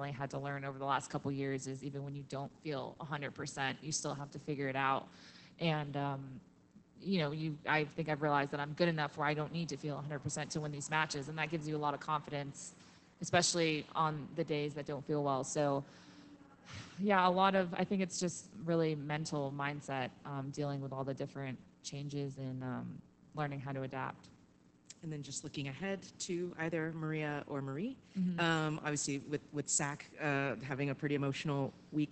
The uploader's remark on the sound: Press Conference Post Match. WTA Guadalajara 2022 Semi Final.